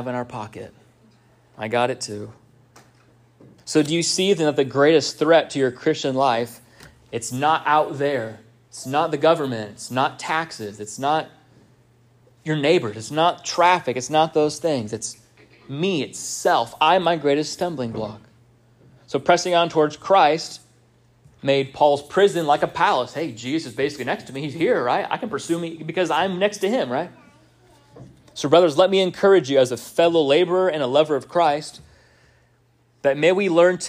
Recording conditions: large echoing room